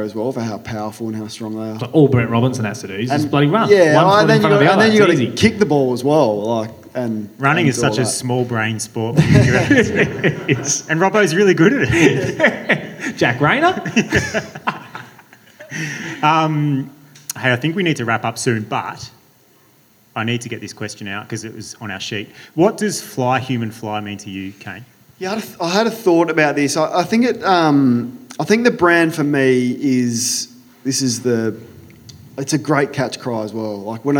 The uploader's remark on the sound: Last month we produced our second ever live show to celebrate the upcoming launch of the Hoka Clifton 9. This special live-show recording.